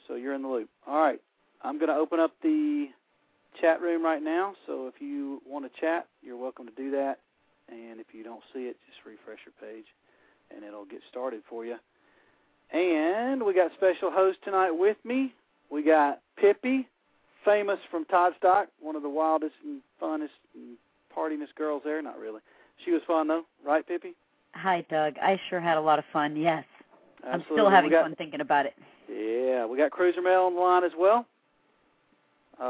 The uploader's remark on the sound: fans call